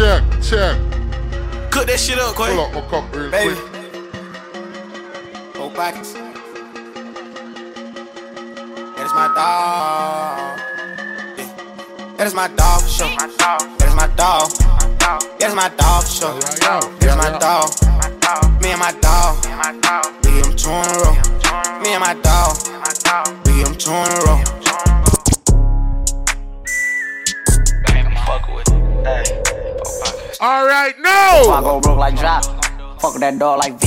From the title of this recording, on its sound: Live At Toxxic Tuesdays